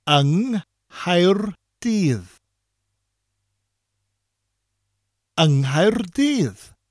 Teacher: The an in front of the word becomes an ng, spelled Y-N-G, and the two words, ng and Nghaerdydd, run together and sound like one word. In Cardiff would not be ng Nghaerdydd, but Nghaerdydd.